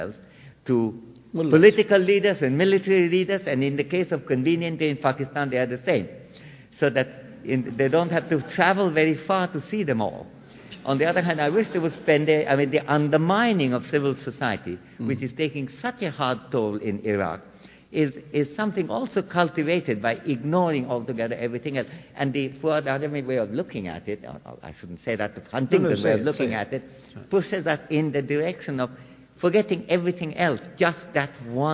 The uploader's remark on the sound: World Voices caps a rich day of programming at LIVE from the New York Public Library.